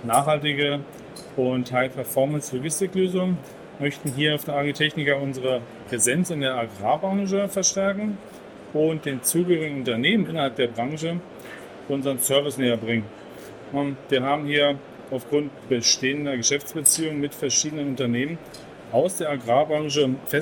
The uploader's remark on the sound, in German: LECTURA ist derzeit auf der Messe Agritechnica 2023 und berichtet über Neuigkeiten aus der Welt der Landmaschinen. Live-Gespräch mit Ausstellern.